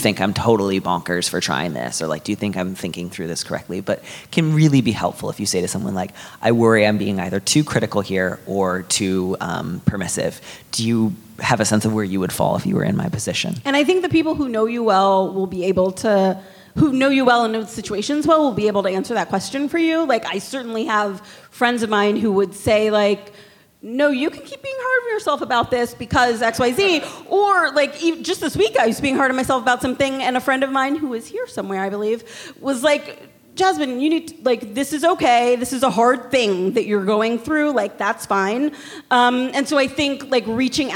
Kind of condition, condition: setting, live audience